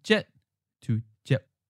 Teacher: It should be pronounced jetwen with a 4th and then 7th tone, because the first syllable, jet, is an 8th tone. That should change to a 4th tone · Term: tone change